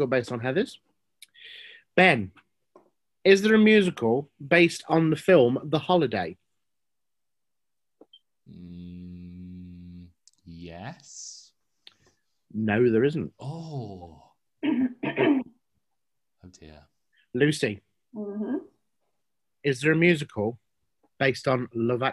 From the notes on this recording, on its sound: This episode was recorded virtually prior to recent government changes in restrictions.